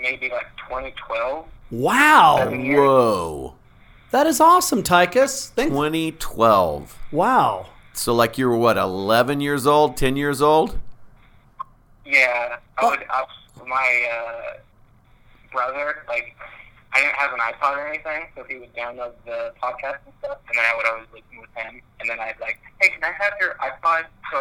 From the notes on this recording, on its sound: They also laugh through a phone call with podience member